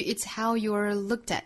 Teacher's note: 同样 you are,缩约之后发一个音节